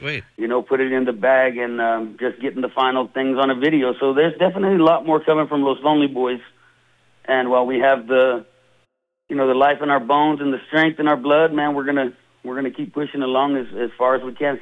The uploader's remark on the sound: chats on the phone